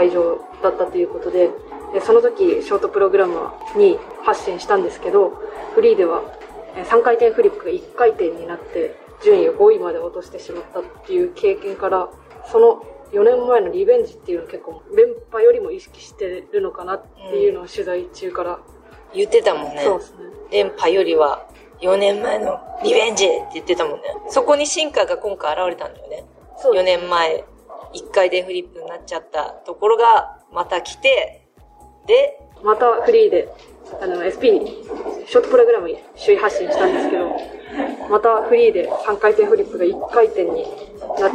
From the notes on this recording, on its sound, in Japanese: 担当記者が大会会場から練習や演技後の取材裏話をお届け。大会会場での収録により周囲の音が多く入っております。ご了承ください。